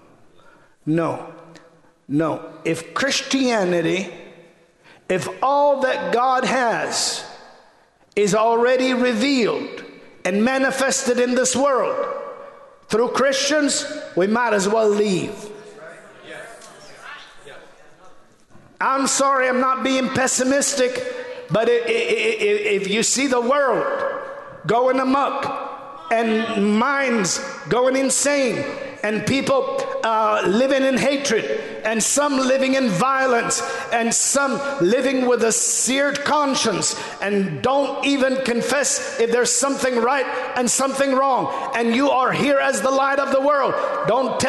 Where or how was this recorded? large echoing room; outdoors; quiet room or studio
large echoing room